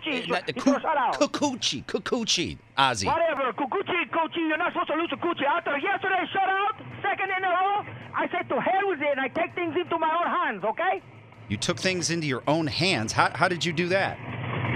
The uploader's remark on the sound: Calls in from his car with a surprising passenger in the back seat.